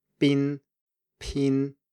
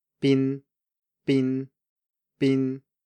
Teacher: So if you say those after each other with your fingers on your throat, pin, pin, you should definitely feel a difference because the voicing is much later in P than it is in B · Term: voice onset time